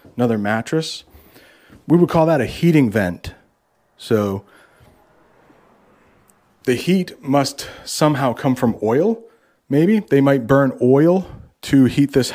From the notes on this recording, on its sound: This American English teacher visits an abandoned house with his brother and has a conversation while walking through the house.